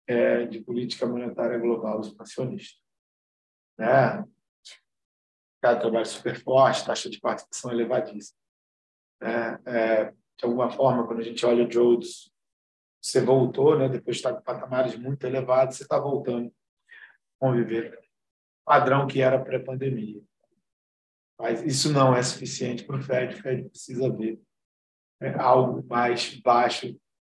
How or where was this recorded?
video call